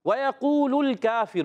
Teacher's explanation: واؤ کو نہیں کھینچنا مگر واؤ دونوں ہونٹوں کی گولائی سے ادا کریں